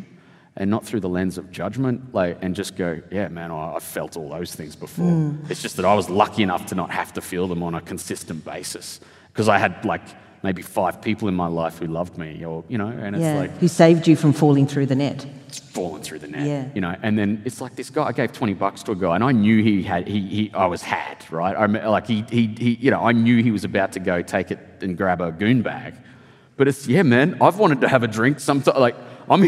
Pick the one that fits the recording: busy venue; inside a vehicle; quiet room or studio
busy venue